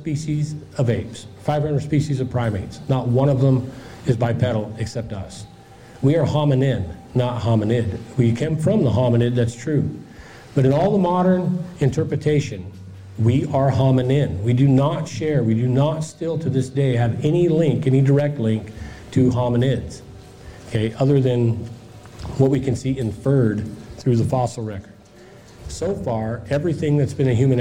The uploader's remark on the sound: presentation Michigan Bigfoot Conference